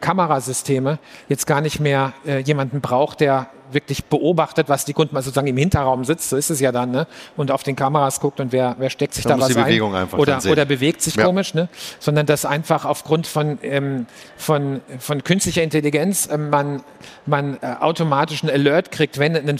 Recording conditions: live audience